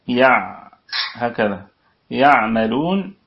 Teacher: يعملون الكلمة كلها مرققة، العين فيها التوسط يعني من حروف لين عمر بين الشدة والرخاوة